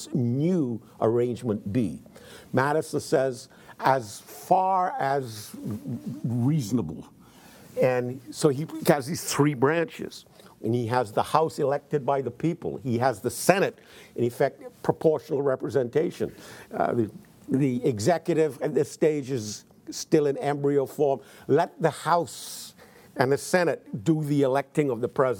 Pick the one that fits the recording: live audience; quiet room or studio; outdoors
live audience